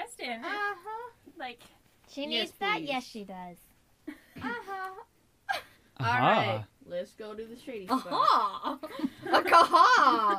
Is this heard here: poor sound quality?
yes